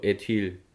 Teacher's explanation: Das E ist ein bisschen einfacher als das A, denn das E bleibt ein e, also ein E bleibt ein E in der Vorsilbe und in der Endsilbe wird es zu einem I